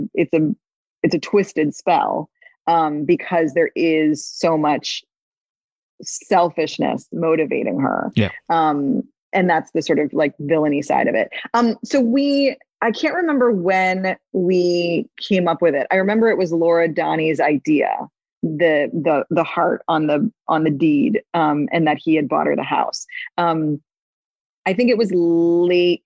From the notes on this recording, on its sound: across Zoom